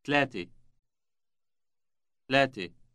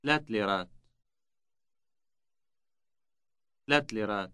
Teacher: Notice that the A ending of the number is dropped. · Shown in: second take